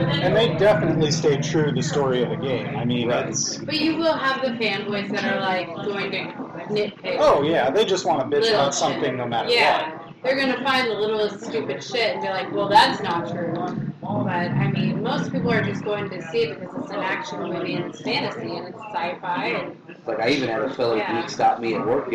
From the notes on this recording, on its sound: This week we record live from Rudy's Big Smoke! Cigar Block Party!